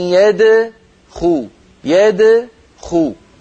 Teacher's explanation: هنا ضممت شفتي عند الدال، والدال ساكنة مقلقلة، الضمة للخاء التي بعدها، الصواب هكذا، أن يدخو يدخو.